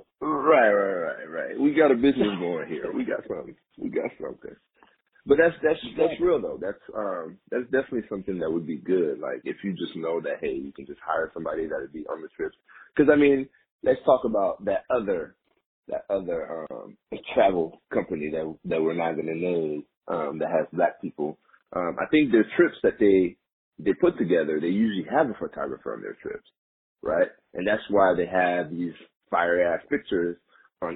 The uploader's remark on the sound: An extremely important phone call